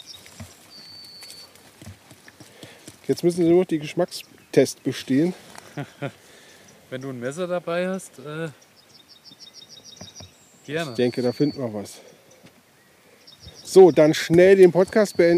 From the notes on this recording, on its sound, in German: Spezial - live aus dem Garten Ede. Podcast als Video.